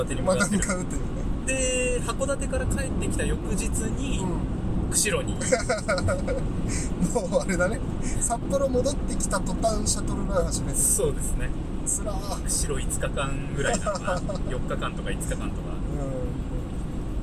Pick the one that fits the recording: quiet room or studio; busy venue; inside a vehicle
inside a vehicle